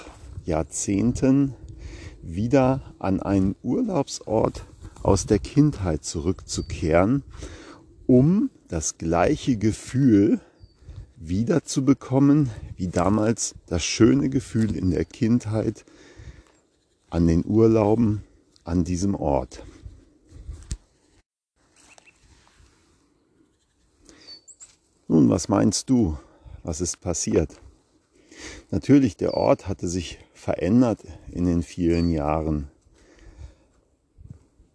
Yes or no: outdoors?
yes